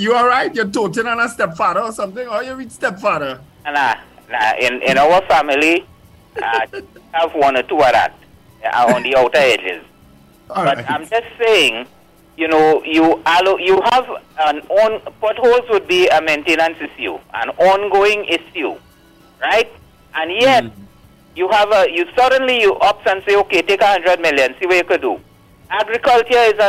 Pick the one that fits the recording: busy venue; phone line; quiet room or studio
phone line